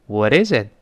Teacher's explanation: 这个浊化是舌尖在上颚，就上牙膛，是轻轻一扫，像蜻蜓点水一弹射